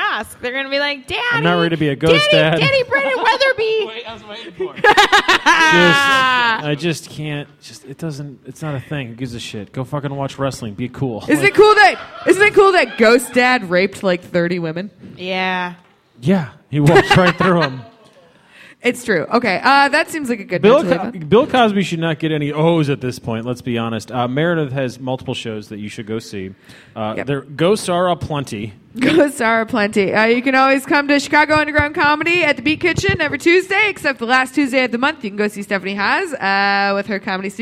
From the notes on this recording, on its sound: Live at The Hungry Brain. The Hungry Brain for venue. Chicago for city.